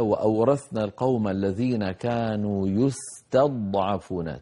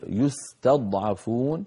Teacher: الضاد فيها ساكنة طبعا الضاد ساكنة لكنها مستعلية مطبقة مفخمة رخوة مستطيلة فيها استطالة